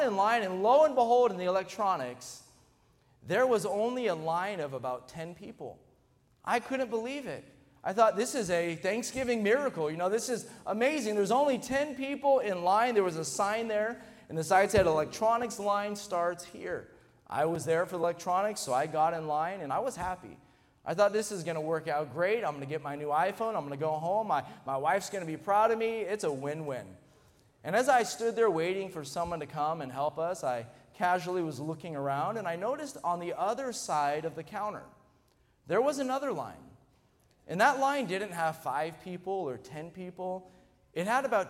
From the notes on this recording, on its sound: during the Sunday Morning service on December 17, 2023, at North Valley Baptist Church in Santa Clara, California.